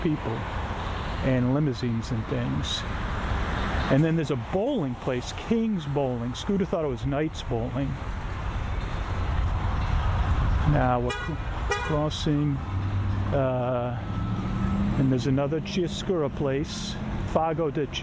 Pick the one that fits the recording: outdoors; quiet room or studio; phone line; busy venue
outdoors